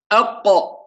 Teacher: بالنسبة للقاف مثلا أق، ينفجر الصوت معها · Term: حروف انفجارية